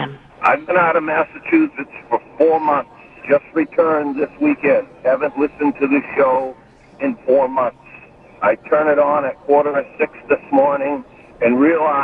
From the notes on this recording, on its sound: Opening Day At The Baseball Tavern. It’s never a dull moment during the live broadcast on opening day.